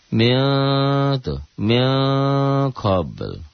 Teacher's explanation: bunyi nun matinya sudah tidak tampak lagi, dominan kepada ang. Itu manakala nun matinya bertemu dengan kaf atau kof. · Term: ikhfa yang abad